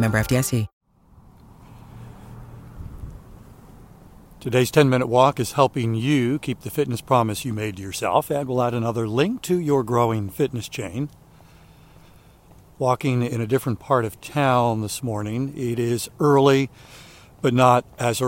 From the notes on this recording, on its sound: During today's ten-minute walk